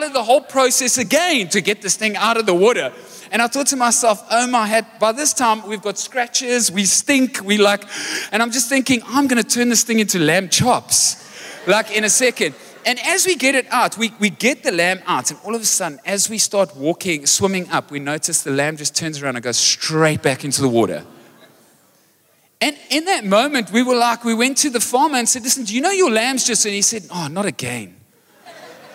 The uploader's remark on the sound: Recorded live on Sunday the 1st October 2023